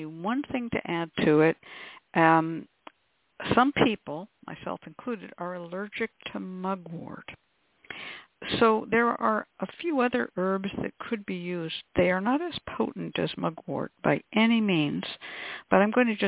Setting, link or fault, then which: link, phone line